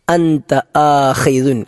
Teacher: ഖ എന്നത് തൊണ്ടയുടെ ഏറ്റവും മുകളിൽ നിന്ന് പുറപ്പെടുന്ന അക്ഷരമാണ്. ദുൻ എന്നത് നമ്മൾ നേരത്തെ പറഞ്ഞ അഊദുവിലെ അതേ ദാലാണ്, ആഖിദുൻ.